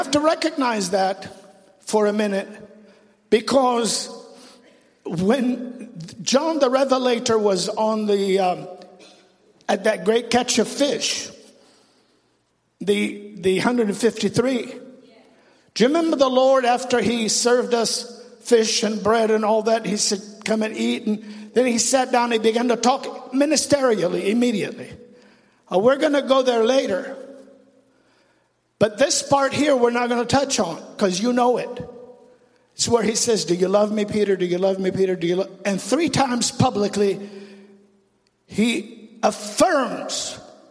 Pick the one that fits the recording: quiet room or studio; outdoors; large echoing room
large echoing room